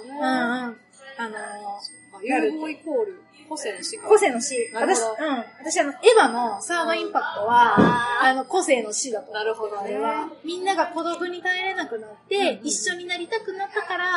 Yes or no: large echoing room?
no